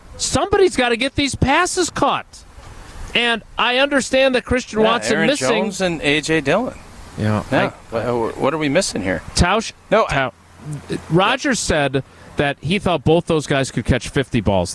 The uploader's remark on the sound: live from Brat Bash 2022 at Zimbrick Chevrolet in Sun Prairie